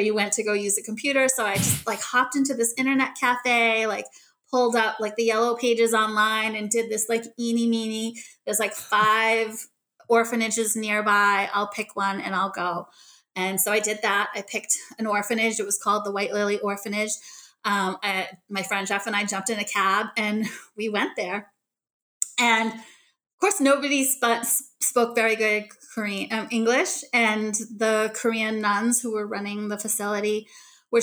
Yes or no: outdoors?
no